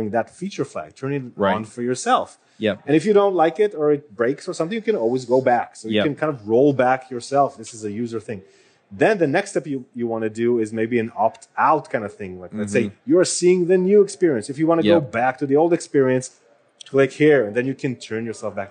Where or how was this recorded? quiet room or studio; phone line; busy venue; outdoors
busy venue